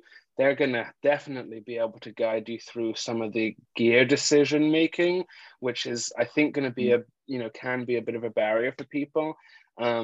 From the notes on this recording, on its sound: Recorded live on Zoom. This is a round table conversation and the audio quality is not studio quality.